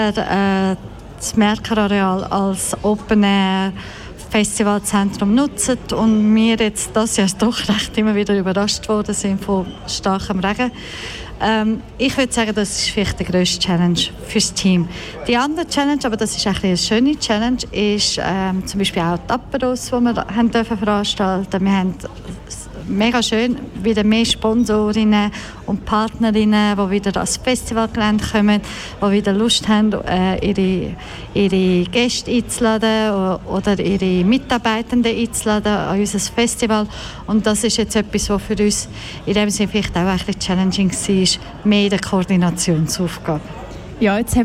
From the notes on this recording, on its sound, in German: Festivalausgabe live aus dem Merkerareal in Baden.